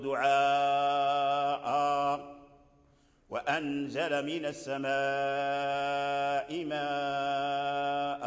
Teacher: في اللفظ نثبت الألف إذا وقفنا